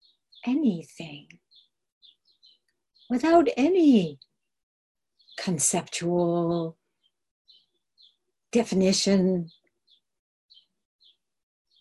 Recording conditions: video call